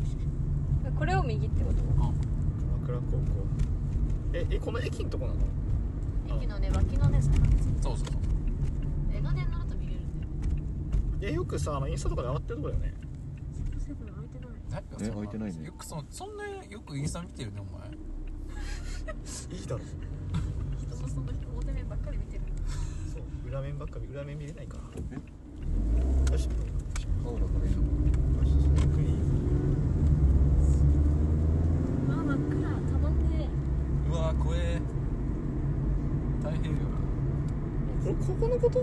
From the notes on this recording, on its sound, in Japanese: 立ち上げメンバードライブラジオ④ 〜江ノ島編〜。収録中は常時マスクを着用しております。